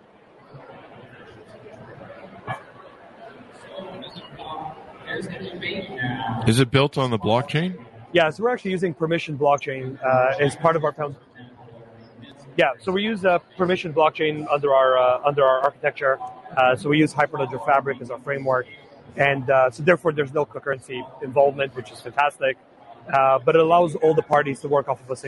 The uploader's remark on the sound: Interview At Collision Conference 2022